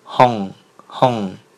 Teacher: 嘴巴是往前嘟起的，不是呜那个元音啊，这是 o